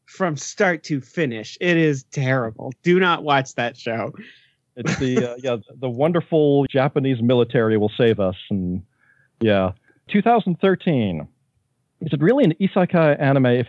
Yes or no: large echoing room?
no